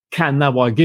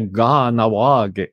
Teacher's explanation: le K, hein, se prononce plutôt gras, et gutturalisé, c'est presque un G. · Shown in: second take